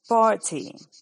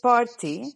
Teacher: la R en inglés que no se lee · Shown in: first take